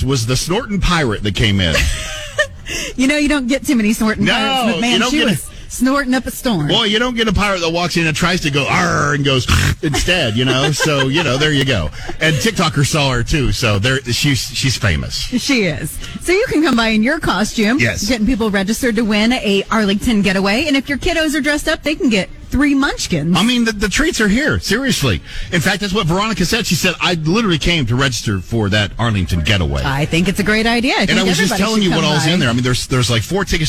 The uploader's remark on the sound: Halloween party LIVE from Dunkin 9705 N. May Ave.